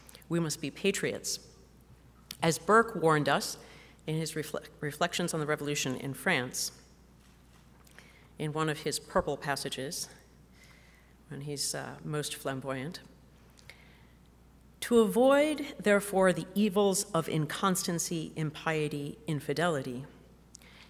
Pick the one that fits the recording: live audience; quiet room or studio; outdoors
live audience